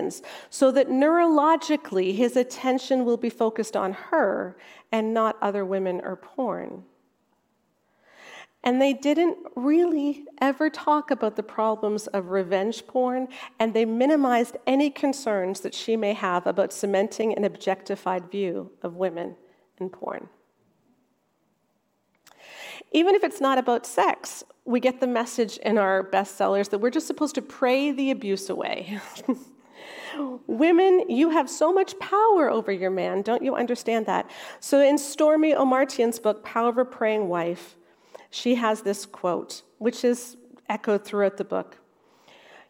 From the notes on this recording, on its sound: Featuring a talk from our recent Restore Conference.